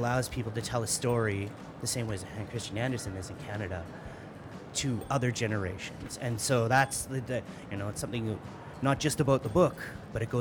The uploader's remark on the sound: Live Interview from SIBF 2022